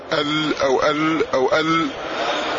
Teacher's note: أدنى حافتي اللسان مع ما يليهما من أضراس عليا ال أو ال أو ال، فهذا مخرج اللام.